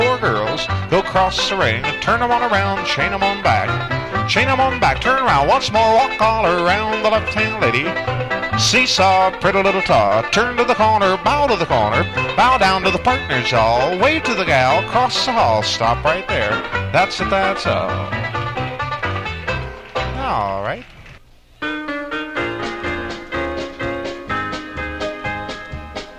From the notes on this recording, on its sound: Vintage MWSD Live Dance Recording. This is a dance recording from 1962.